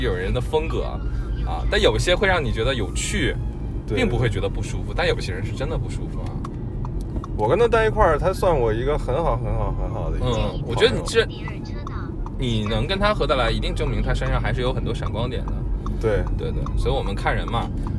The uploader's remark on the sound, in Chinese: 本期录音来自周六演出当天前往拍摄场馆路途中录制